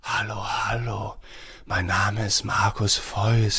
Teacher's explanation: Und das führt dann dazu, dass sich die Stimme sehr überlüftet anhört. Wir haben wenig Spannung, die Artikulation hört sich etwas schlaff an, wir verschlucken Endsilben.